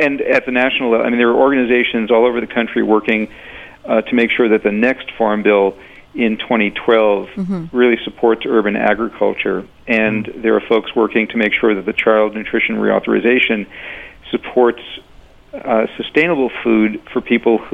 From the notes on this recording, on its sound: on the phones